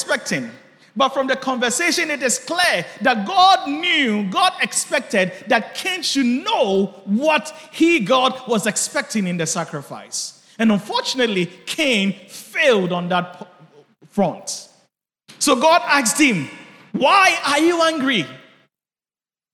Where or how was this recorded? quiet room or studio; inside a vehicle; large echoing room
large echoing room